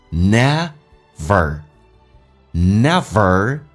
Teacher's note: 咬下唇，美式发音需要轻度卷舌